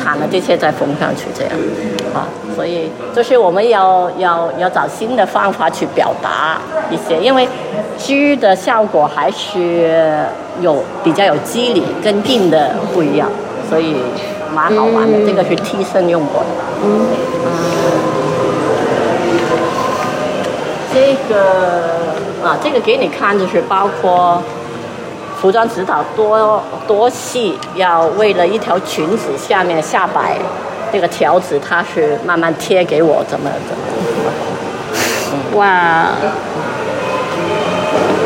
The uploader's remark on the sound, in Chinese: 无中生有 — 香港电影美术及服装造型展 特约观展团。这一期是导览的录音。